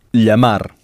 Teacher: un son spécifique de l'espagnol qui s'obtient en plaçant le bout de la langue derrière les dents du bas et en collant le dos de la langue au palais